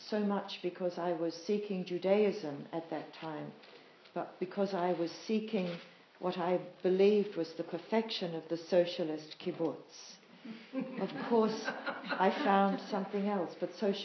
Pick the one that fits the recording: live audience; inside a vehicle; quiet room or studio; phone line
live audience